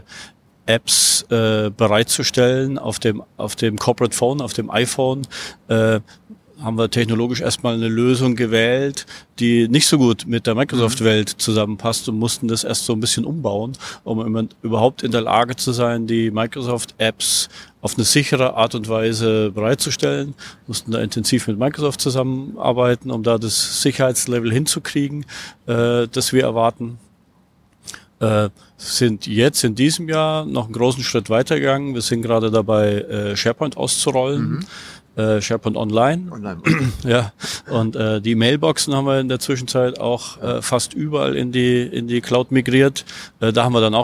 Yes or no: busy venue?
yes